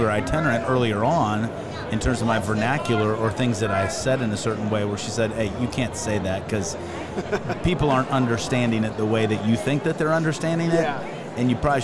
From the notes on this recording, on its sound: Following Up at NRB. LIVE from NRB 2022!